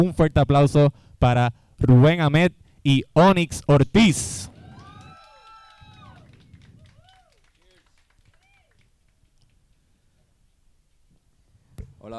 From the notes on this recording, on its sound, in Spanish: Birra Live desde FOK Brewing Co. Nos presentamos en FOK Brewing Company en Caguas.